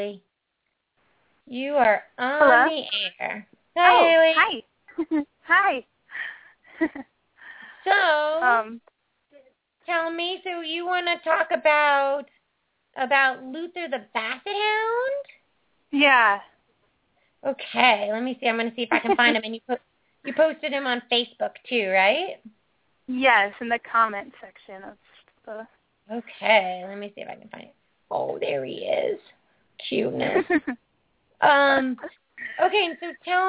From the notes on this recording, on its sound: Takes Lots of Callers On This Great Show